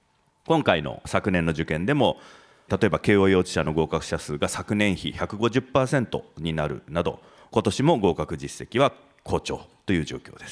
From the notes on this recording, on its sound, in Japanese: 2019年1月19日、東京・三田の建築会館で行われた「ラジオNIKKEI 相場の福の神 注目企業ＩＲセミナー」から